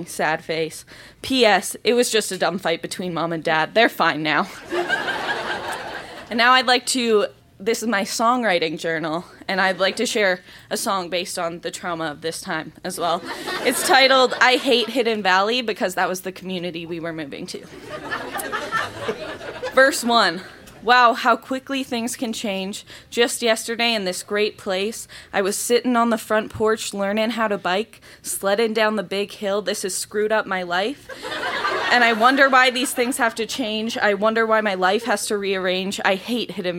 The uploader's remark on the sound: Recorded live at Yuk Yuk's in Calgary.